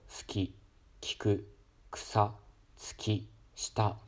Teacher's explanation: 全部僕あの母音を無声化して発音してます